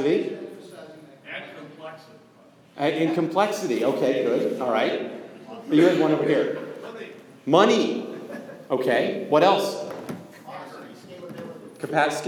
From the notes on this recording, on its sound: Way back in June 2014 I spoke at the SIP Network Operators Conference (SIPNOC). I lost track of the audio recording but recently found it and thought I would share it.